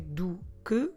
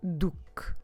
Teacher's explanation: We use two words, do que, duque. Then we try to not run them together exactly, but to flow better, we don't say do que, we say duque. · Shown in: second take